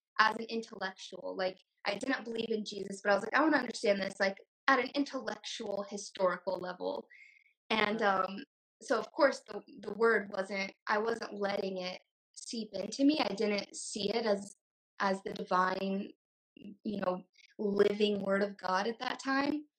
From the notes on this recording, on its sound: Invited me onto her IG Live. The sound is a bit corrupted on the podcast.